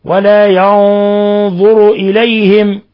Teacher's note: نون ساكنة جاء بعد حرف الضاء الحكم التجويدي إخفاء حقيقي، ولاحظوا تفخيم الغنة